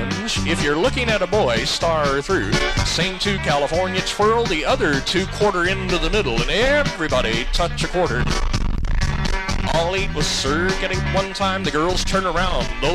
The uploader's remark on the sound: Live Dance Recording. From 1982 in Northern California.